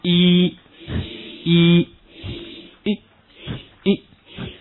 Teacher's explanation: 舌位稍微有所动，不是说声音缩短